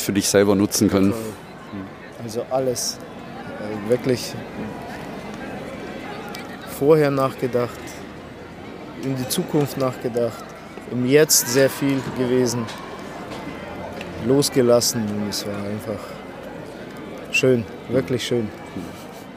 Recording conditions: outdoors